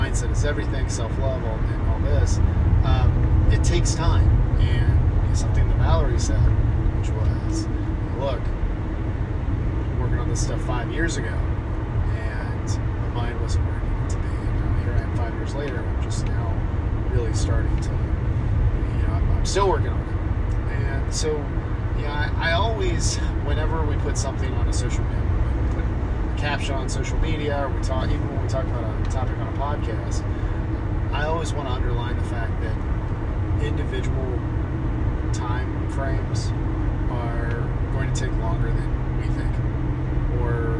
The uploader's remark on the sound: The sound quality isn’t great